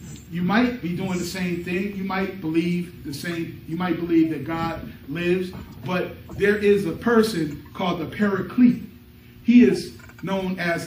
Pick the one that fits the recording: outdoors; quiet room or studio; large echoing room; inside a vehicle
large echoing room